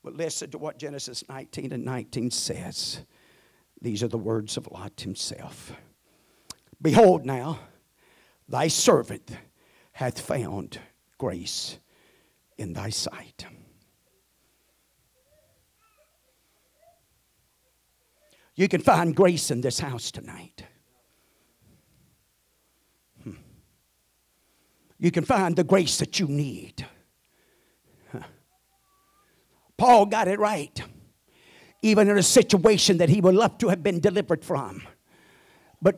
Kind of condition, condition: setting, large echoing room